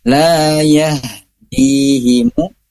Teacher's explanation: huruf H sendiri dia punya sifat yang rohwah, mengalir. Jadi ketika sukun tidak hanya berhenti di la yah, tapi harus la yah, dilanjutkan sampai kadar rohwahnya cukup.